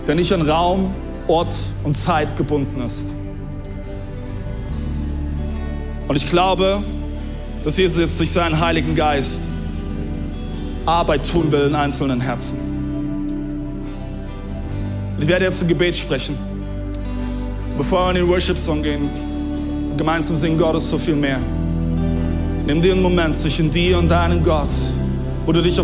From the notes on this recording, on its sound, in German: Audiomitschnitt der Predigt vom 19.